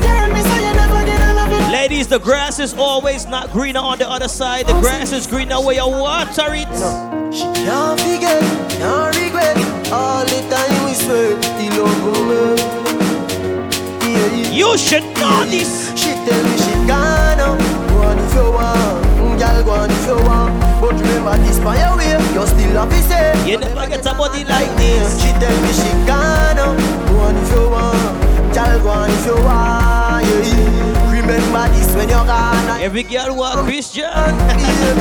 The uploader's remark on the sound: LIVE AUDIO FROM ROGERS GARDEN WEEKLY SATURDAY VIBES